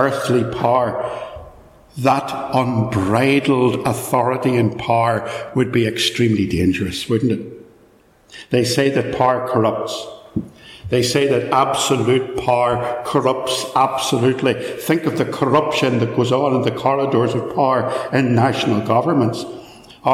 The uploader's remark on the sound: A sermon preached at Ballymacashon.